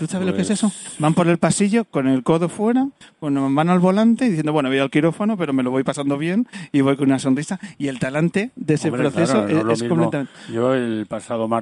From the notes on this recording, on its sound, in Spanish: Segunda parte del programa Especial que hemos grabado en la azotea del Hospital Infantil 12 de Octubre de Madrid.